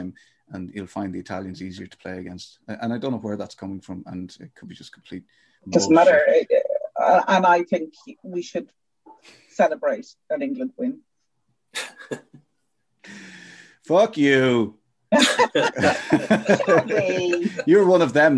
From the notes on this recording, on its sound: Three heads on the Zoom.